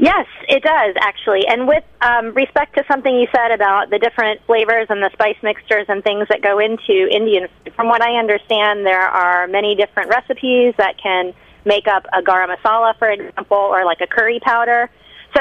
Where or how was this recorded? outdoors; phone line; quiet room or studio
phone line